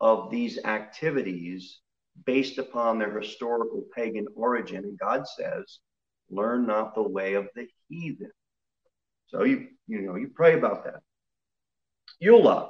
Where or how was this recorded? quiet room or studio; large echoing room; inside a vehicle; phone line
large echoing room